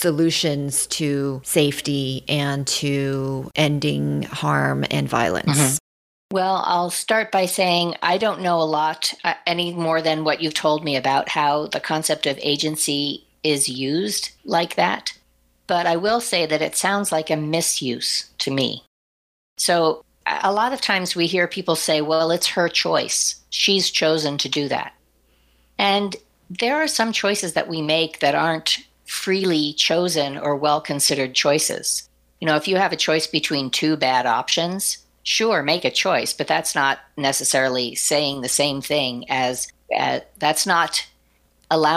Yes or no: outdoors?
no